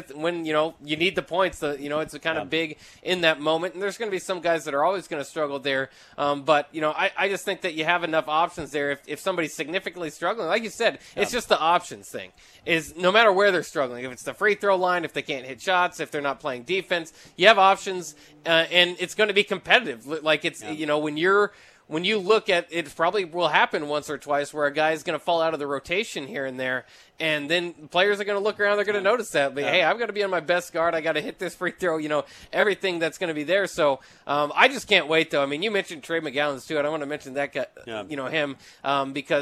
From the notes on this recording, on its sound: Tailgate Tuesday live from Chick-Fil-A